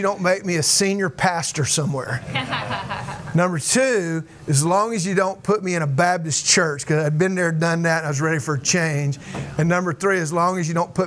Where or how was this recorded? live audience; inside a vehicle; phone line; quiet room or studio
live audience